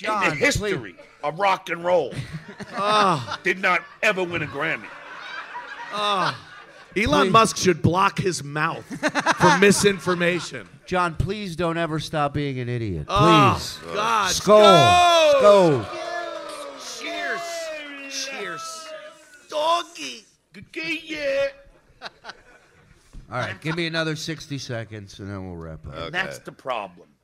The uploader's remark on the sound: The Uncle Rico Show LIVE from DabbleCon!